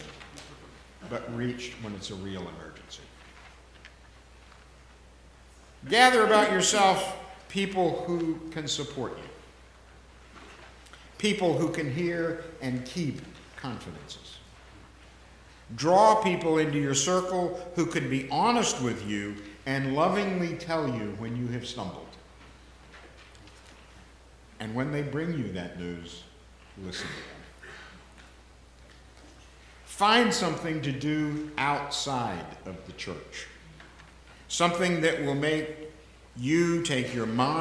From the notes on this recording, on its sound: The conversation is followed by the prayers, music, and sermon from Sunday's livestream service. Recorded live each week at First Pres in beautiful historic downtown New Bern, North Carolina.